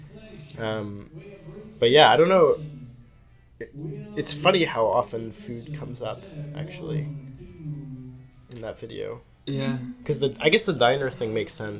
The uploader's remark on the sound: Recorded May 4th at the Sinclair in Cambridge, MA.